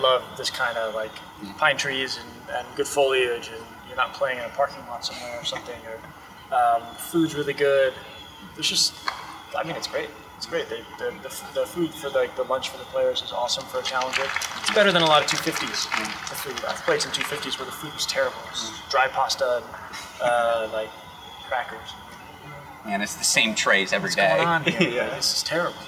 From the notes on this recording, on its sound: live from the Cranbrook Tennis Classic